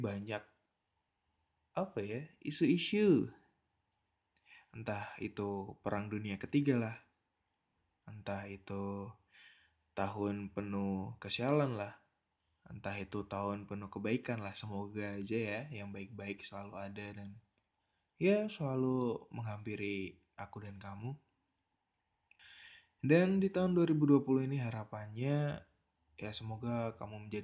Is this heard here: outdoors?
no